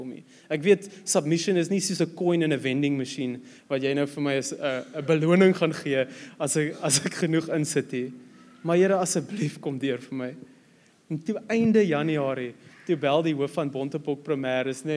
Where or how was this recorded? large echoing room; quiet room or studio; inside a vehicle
large echoing room